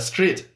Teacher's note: 开头那个 S T R 这一串辅音，韩国人也是发不出来的，所以他们也是要一个一个地发。然后发的方法也是加上一个韵母